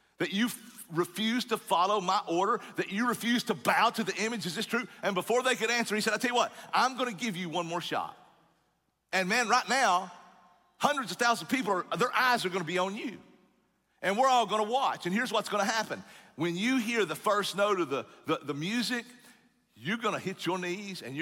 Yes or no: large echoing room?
yes